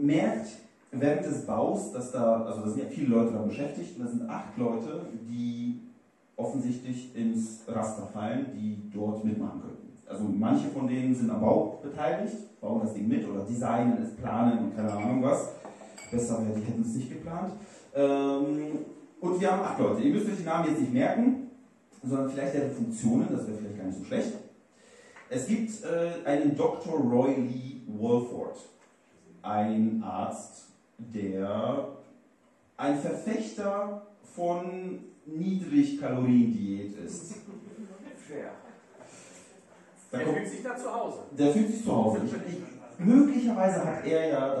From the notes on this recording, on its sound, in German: Live in Lüdenscheid. In der Räumlichkeiten der Bar "Frieda's" in Lüdenscheid aufgezeichnet werden konnte.